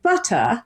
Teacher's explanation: And so in British English, especially Southern British English, you drop the R.